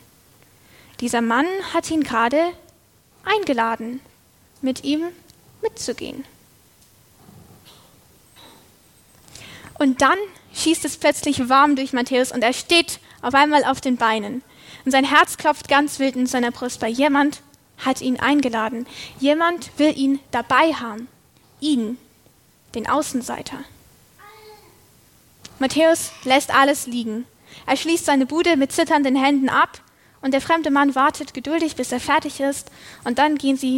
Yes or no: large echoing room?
yes